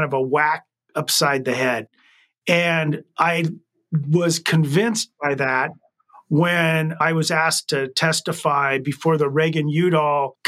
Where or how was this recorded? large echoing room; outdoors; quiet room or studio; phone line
quiet room or studio